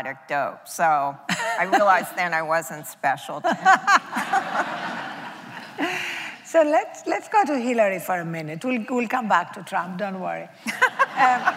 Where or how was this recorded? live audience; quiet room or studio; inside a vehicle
live audience